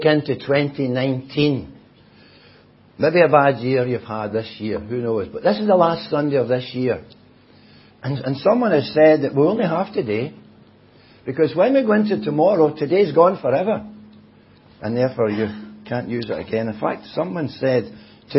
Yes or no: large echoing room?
yes